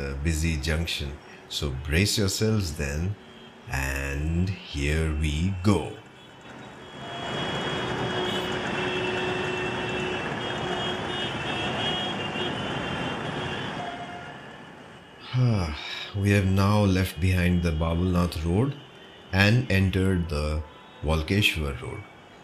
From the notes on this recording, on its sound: While walking towards the homes of the elite. With the help of ambient sounds and noises from the actual places, wewill be visiting the areas, the buildings & the food joints which makeMumbai. You and I will visit some prominent buildings, landmarks and food joints with actual ambient sounds and noises.